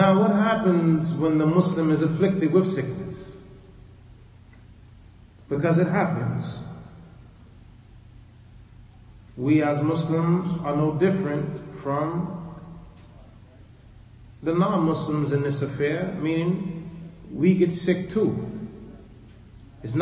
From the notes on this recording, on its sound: Lecture given at Masjid Nur Allah, Queens, NY